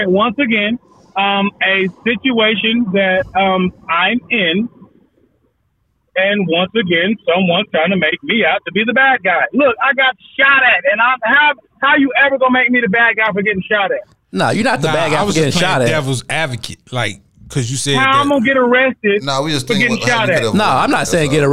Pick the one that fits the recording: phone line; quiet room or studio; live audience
phone line